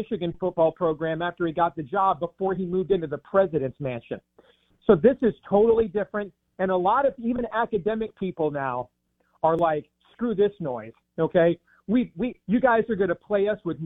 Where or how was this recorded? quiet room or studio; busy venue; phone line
phone line